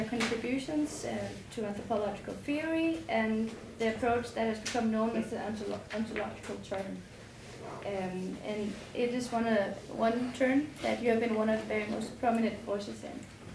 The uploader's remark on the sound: is a recording of a Theoretical Happy Hour held on the 6th of June 2018 in Ethnographic Exploratory at the University of Copenhagen